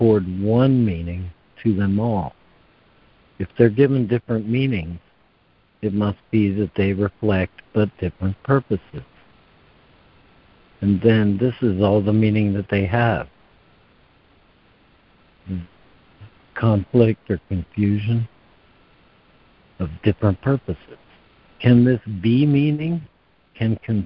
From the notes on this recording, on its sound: ACIM Daily Conference Call